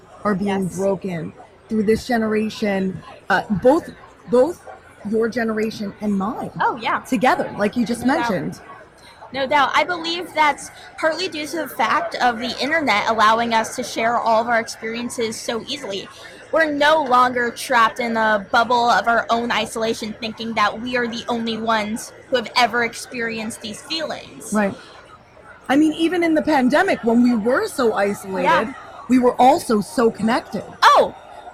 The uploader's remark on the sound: at the 19th annual East Hampton Library's Authors Night